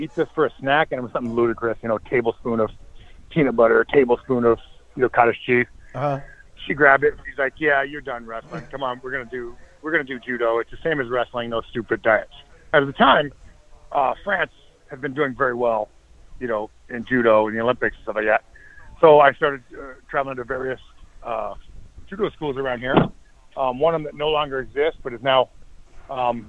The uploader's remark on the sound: On the phone to go over what happened on some of the wildest shows from the mid-1990's.